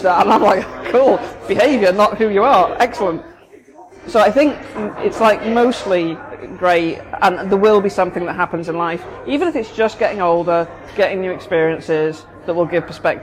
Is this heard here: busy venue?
yes